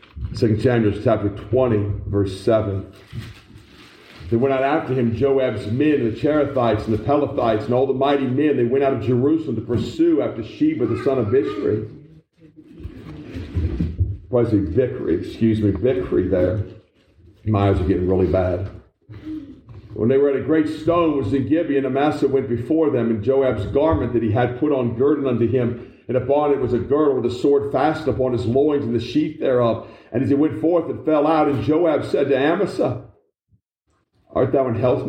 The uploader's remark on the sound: This message was preached in October 2021 at the Black Creek Baptist Church